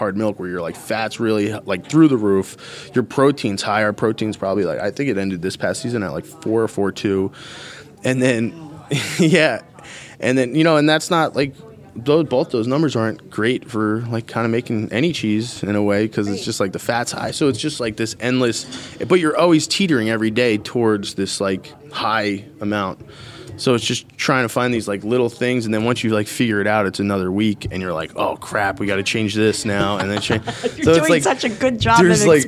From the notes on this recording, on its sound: caught up with him at the Cheesemakers’ Resource Conference in Lancaster County